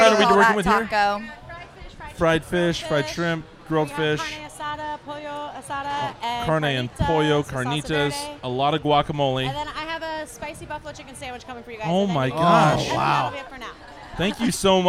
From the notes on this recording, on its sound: We posted up and received the king's treatment from Social Tap just outside of Petco Park. We posted up and received the king's treatment from Social Tap just outside of Petco Park.